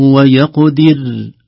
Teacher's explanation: ويقدر ترقيق الراء عند الوقف عليها